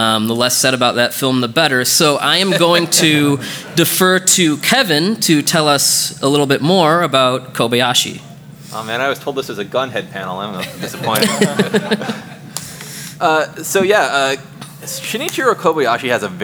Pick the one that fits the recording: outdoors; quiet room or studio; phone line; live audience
live audience